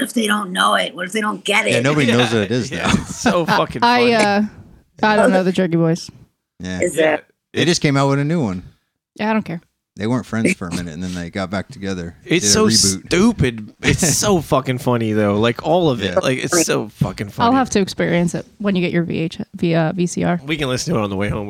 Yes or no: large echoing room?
no